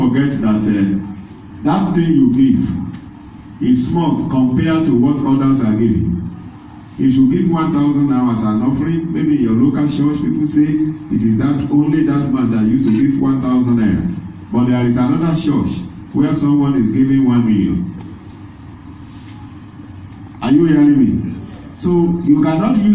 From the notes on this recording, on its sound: This is the message delivered on Good Friday service